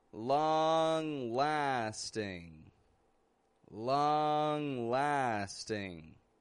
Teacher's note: Both of those words have an NG on the ending. Neither is releasing a G sound.